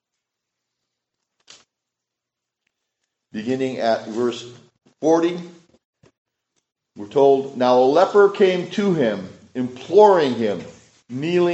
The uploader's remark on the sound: This sermon was preached at Richland Associate Reformed Presbyterian Church.